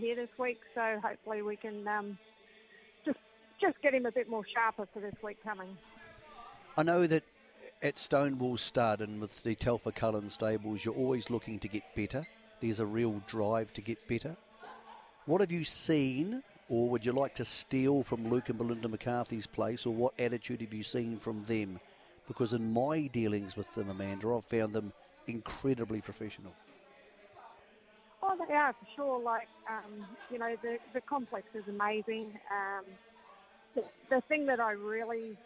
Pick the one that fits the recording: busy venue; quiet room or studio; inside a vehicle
busy venue